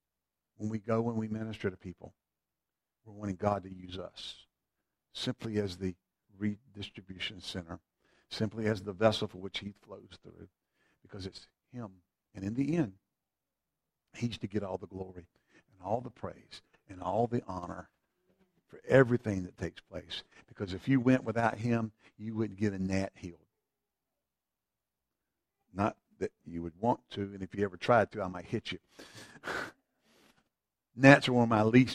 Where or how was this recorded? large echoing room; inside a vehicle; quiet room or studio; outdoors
large echoing room